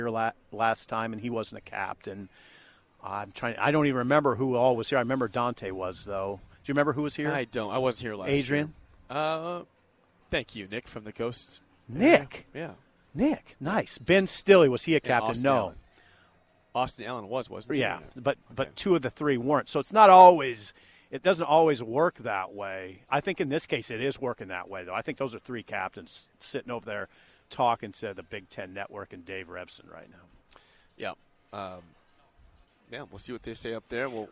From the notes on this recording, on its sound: Live from Big Ten Media Day in Indianapolis. B1G Media Days at Lucas Oil Stadium in Indianapolis.